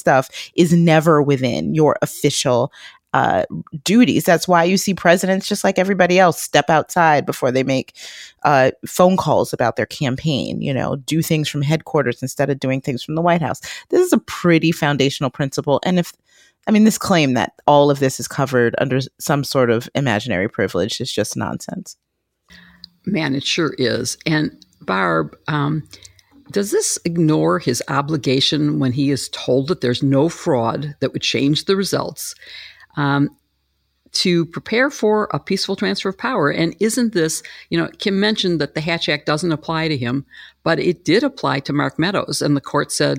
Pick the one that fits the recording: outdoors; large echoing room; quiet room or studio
quiet room or studio